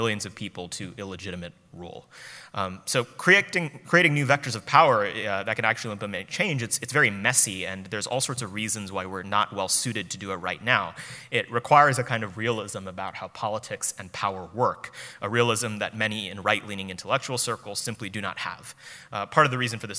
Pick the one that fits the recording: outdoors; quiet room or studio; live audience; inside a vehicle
live audience